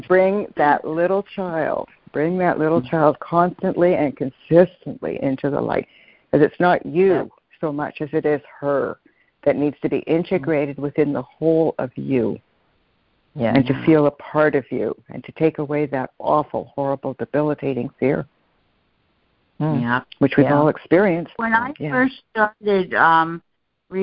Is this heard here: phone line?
yes